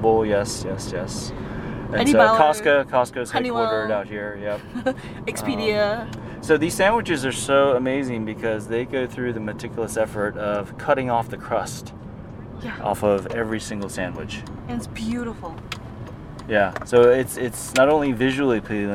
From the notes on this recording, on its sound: We are actually in the car. Driving together and doing windshield time together recording.